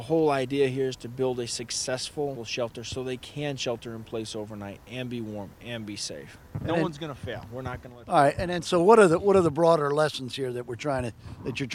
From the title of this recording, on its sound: On Location at Spartan Winter Agoge 001